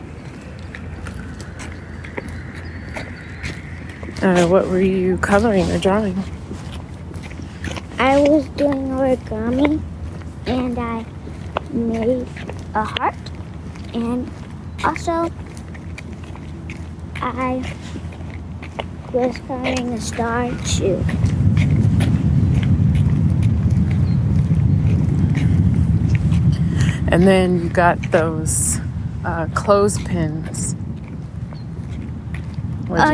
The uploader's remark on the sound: We chat as we are walking up the hill to the entrance and then return as we are leaving class to discuss how it went.